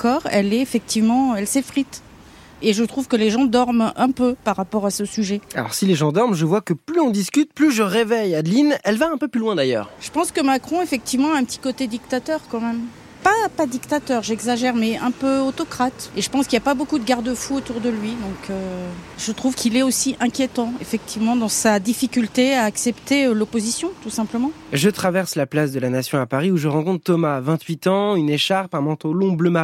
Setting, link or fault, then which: setting, outdoors